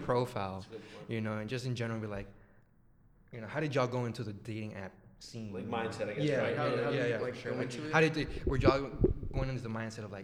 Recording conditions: echo